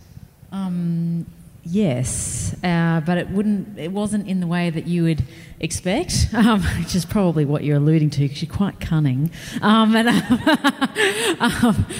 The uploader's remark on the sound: In this one-off live special of Dicey Topics. Wollongong Writer's Festival.